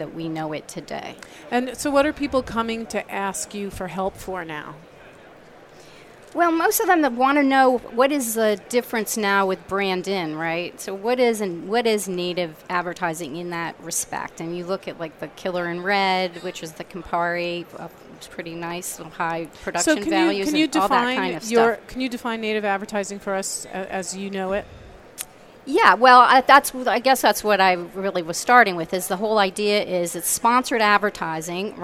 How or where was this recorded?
busy venue